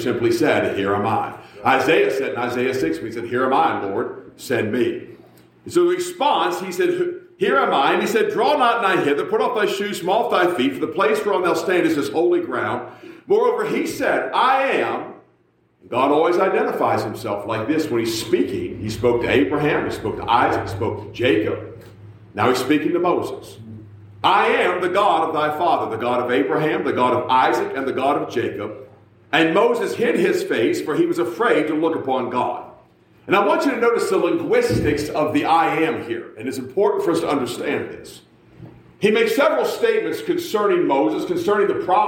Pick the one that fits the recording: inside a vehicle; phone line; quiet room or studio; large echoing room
large echoing room